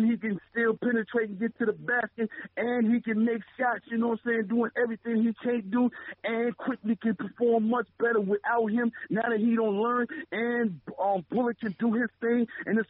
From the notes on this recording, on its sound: take live phone calls from fans around the world